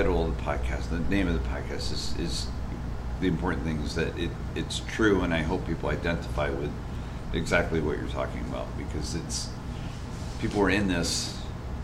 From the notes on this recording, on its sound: This podcast interview was recorded during Women's Weekend at Ray's MTB Park in Cleveland Ohio. A busy weekend to say the least!